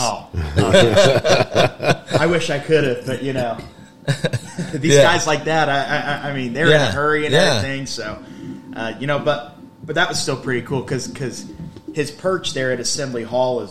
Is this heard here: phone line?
no